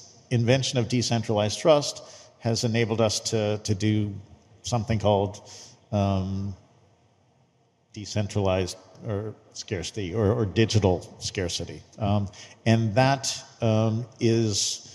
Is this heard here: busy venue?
yes